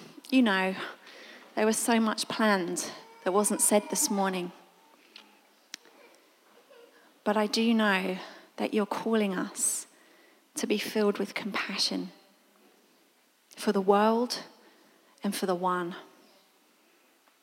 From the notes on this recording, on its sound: This was recorded at Skylark Church.